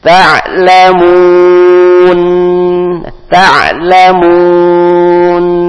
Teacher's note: Kemudian ada huruf nun, maka dengan senyuman, nun huruf tipis ta lamun, ta lamun ya. Di ujungnya ada senyum untuk menunjukkan tipisnya huruf nun